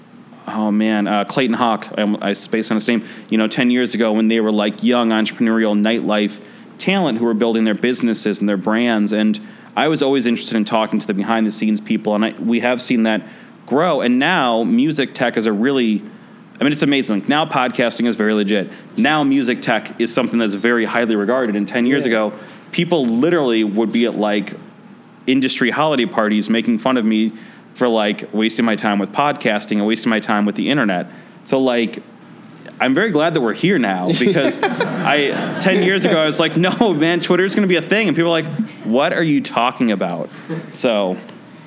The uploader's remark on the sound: Industry Interactive is Dynasty Podcasts' live workshop series. The live conversation served as the keynote at Chicago Inno's music tech State of Innovation event, held January 26th at General Assembly Chicago.